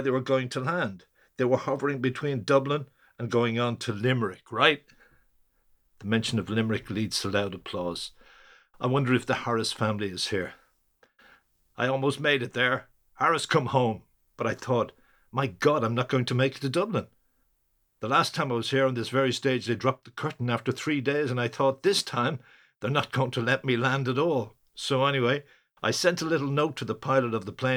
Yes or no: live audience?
no